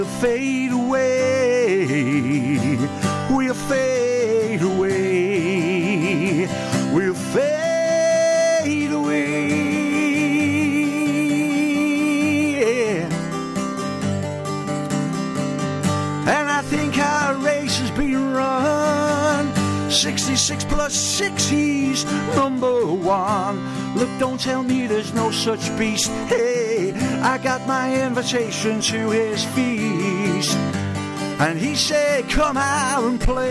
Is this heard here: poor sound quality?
no